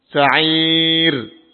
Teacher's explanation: Rasukun sebelumnya kasrah dibaca dengan takrir tarqiq. Takrir artinya bergetar, tidak berlebihan, dan tarqiq artinya tipis. Sa'ir dengan menurunkan sedikit rahang bawah, ini bibir bawah kita diturunkan dikit.